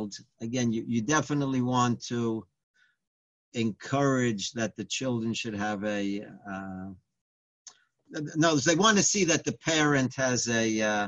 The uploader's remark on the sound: Live On Zoom